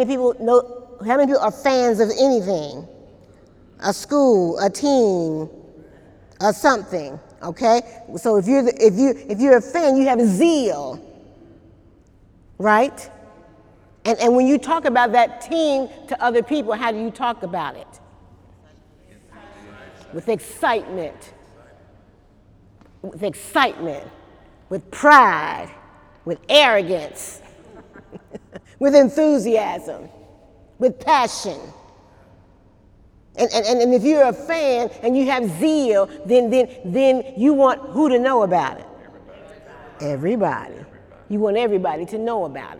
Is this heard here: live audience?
yes